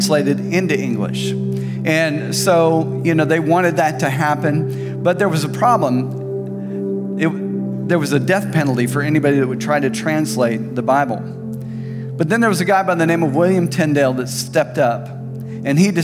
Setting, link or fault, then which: setting, large echoing room